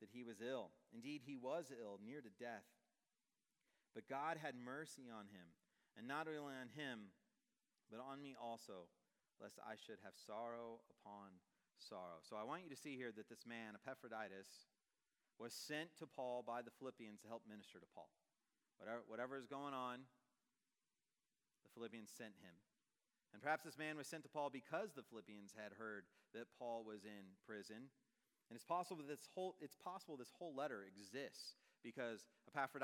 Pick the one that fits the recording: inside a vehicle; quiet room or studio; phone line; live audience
live audience